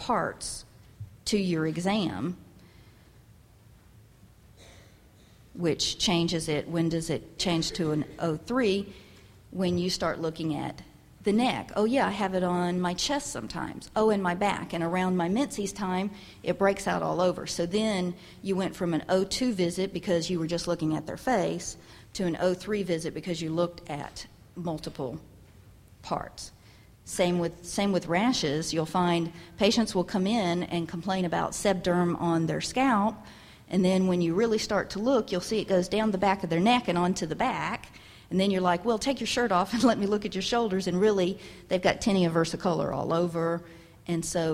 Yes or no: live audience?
yes